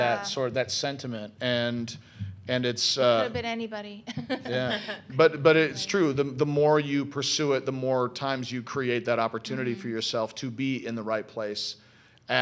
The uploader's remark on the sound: This Live panel at the 2018 LA Comiccon